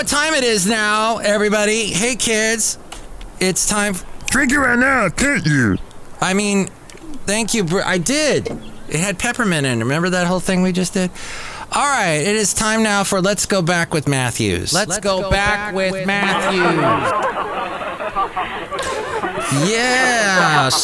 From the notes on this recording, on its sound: podcasts live from Café Anyway